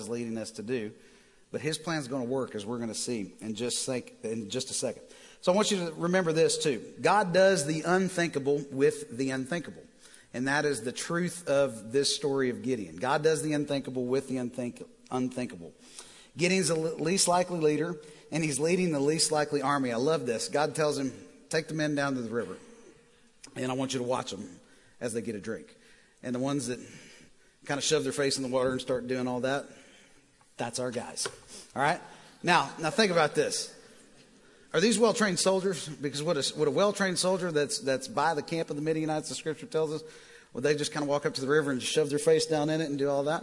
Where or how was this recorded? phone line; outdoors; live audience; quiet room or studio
live audience